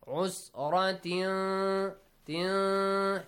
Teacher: nasal sound, hide the sound of noon, produce a nasal sound · Term: ikhfa